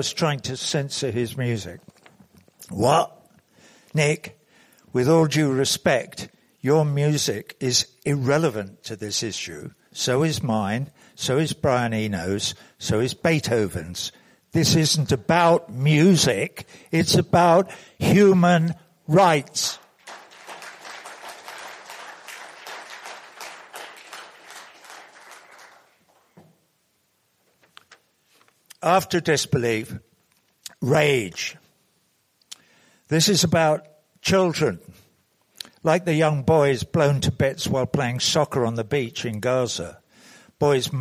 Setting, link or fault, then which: setting, live audience